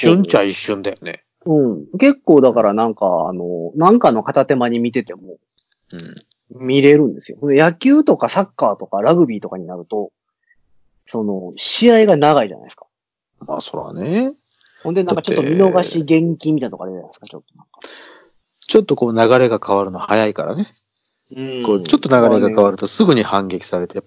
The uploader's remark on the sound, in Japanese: 久しぶりにSkype収録となっております。音質申し訳ない。